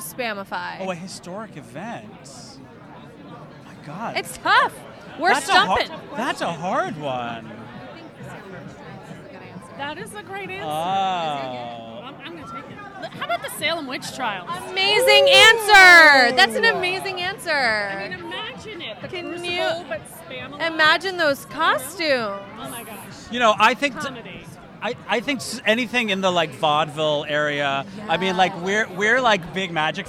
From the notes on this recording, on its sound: Live on the red carpet of Monty Python's Spamalot. Live from "Monty Python's Spamalot" Opening Night Red Carpet. Live on the red carpet of Monty Python's Spamalot.